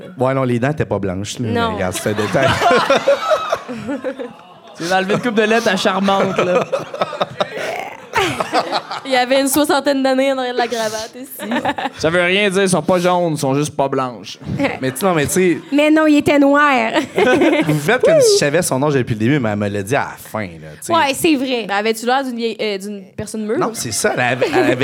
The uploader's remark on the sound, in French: Live à Sherbrooke. Voici notre deuxième podcast DEVANT PUBLIC à Sherbrooke. On a l'énergie du publique avec nous.